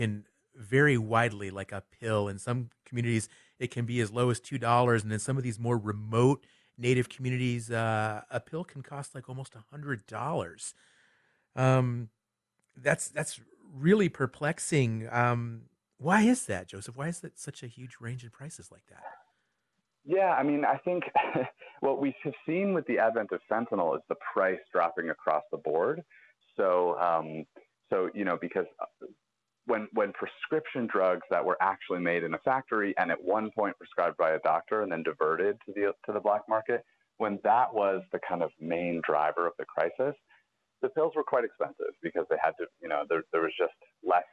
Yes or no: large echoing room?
no